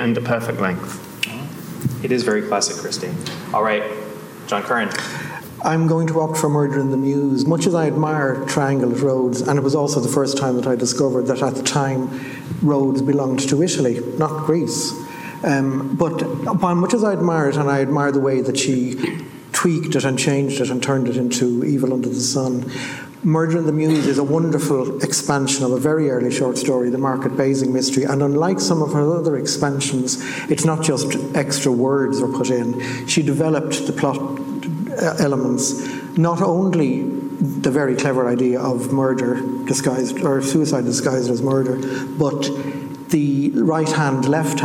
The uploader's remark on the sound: Recorded at the 2023 Agatha Christie Festival. Get ready for some hot mics: it's time for a live episode.